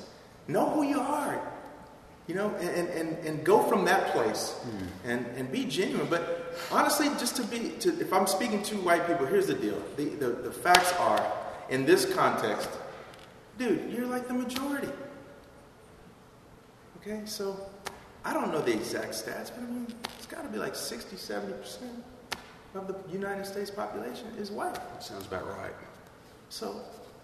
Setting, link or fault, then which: setting, live audience